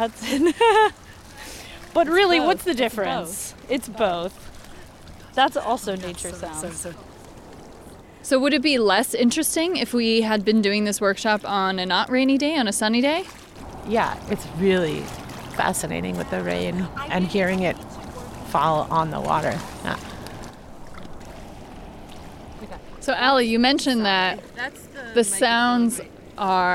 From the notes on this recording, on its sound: We begin with a live interview. Field Recording workshop from the banks of the Hudson in Troy.